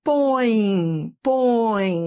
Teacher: Ele é semivogal, porque ele tem som de I, põe, põe, entendeu?